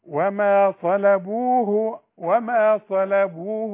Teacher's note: الهاء ده أضعف حرف في القرآن فبنديها شوية هوا كده علشان تبان